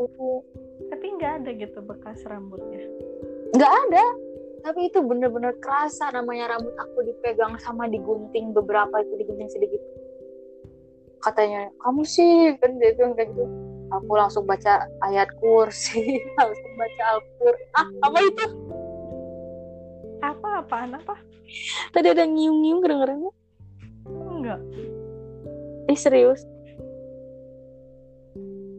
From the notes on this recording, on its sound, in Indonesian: ini audionya gatau kenapa kayak gini ga ngerti lagi tapi ya maklumin ya temen-temen, baru memulai